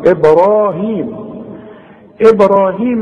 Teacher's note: احنا بنقلقل الباء والراء مفخمة